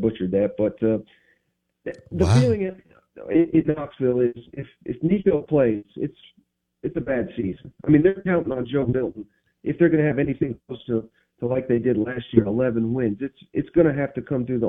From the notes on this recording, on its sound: joins the show on the Farm Bureau guest line